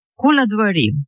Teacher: «Камацкатан» он изображается точно так же, как обычный камац, который обозначает «а». Но камац в первом безударном закрытом слоге – это камац-катан, который произносится «о»